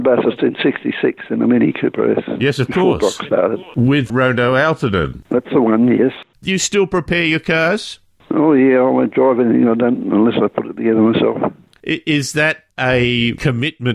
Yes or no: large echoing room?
no